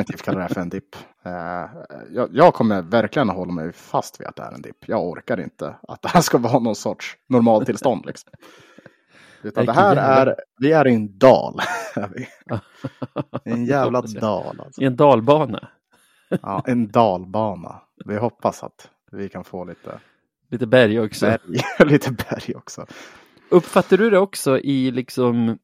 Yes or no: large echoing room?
no